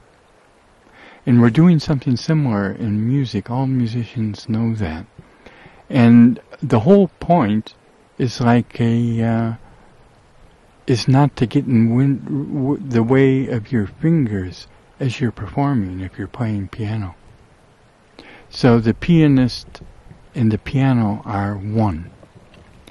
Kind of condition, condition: setting, outdoors